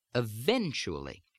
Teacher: Well, take a word, for example, in standard American speech, eventually. We would say that the stressed or accented syllable is the second one. Eventually.